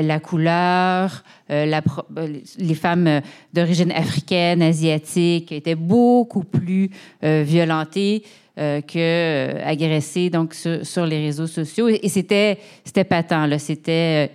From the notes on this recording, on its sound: Cette conversation a été enregistrée au Centre PHI à Montréal. This conversation was recorded live at the PHI Centre in Montreal. Thank you to the team at the PHI Centre for their help with this event.